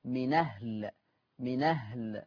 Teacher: فيها النقل فتقرأ بنون مفتوحة